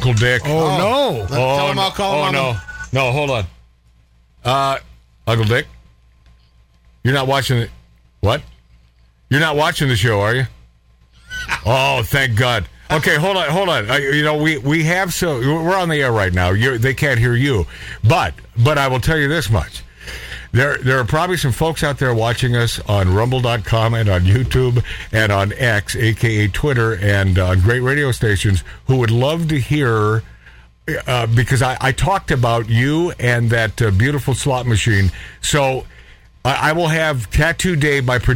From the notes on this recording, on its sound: A Ribald, unplanned phone call.